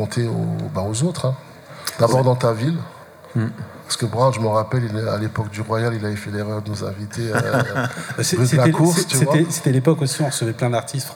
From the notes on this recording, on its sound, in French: Replay d'une table ronde réalisée en direct au Marché Off Place Grimmeissein le samedi 25 novembre